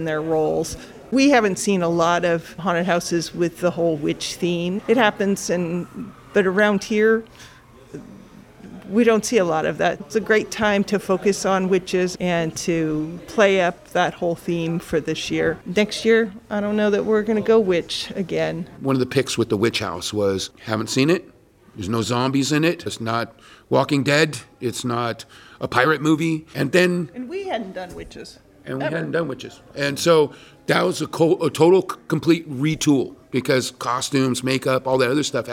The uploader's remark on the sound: This episode was recorded on-site on October 8th 2021